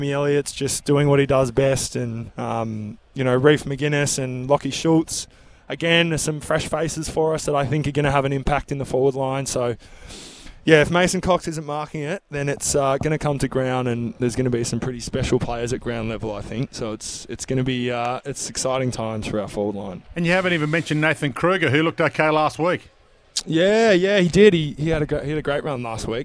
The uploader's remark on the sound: live from the AFL Captain's Day